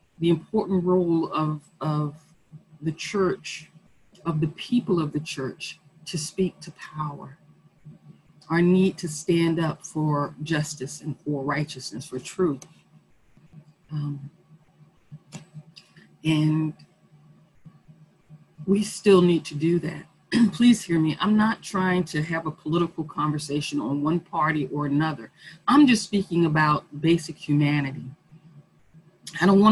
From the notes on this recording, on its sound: Our zoom streamed service